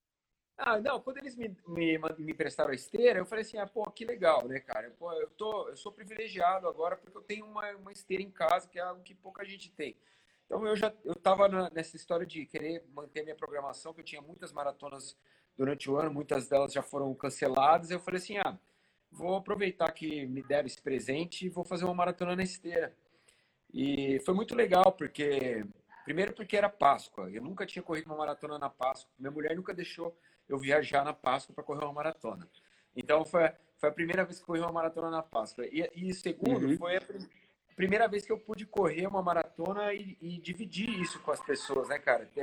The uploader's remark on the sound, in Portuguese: durante uma Live em nosso Instagram